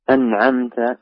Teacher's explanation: النون في أنعمت قلقلت قلقلة خفيفة، تحرك اهتزت، لا ثبت اللسان في مخرج